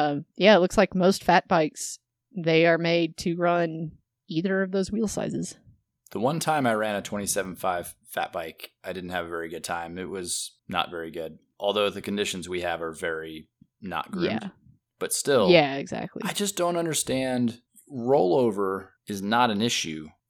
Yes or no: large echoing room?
no